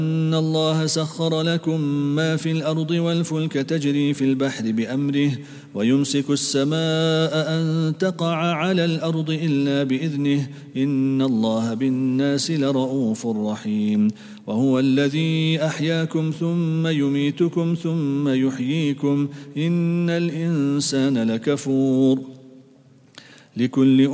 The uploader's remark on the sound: at the Houghton Masjid (West Street)